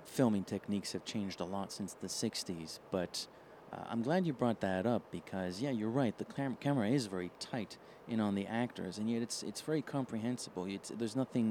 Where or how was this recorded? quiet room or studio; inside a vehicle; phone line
inside a vehicle